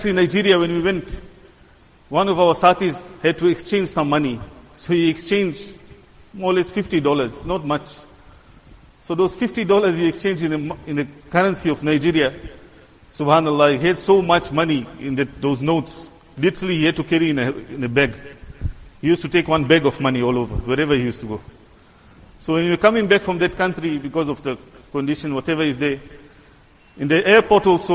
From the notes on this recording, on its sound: Jumuah lecture